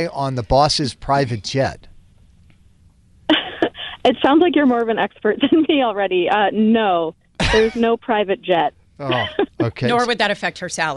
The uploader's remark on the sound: People called in anonymously